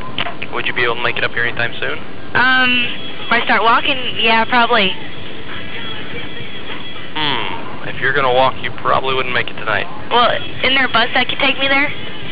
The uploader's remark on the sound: …'s Personal Prank Phone Calls Collection.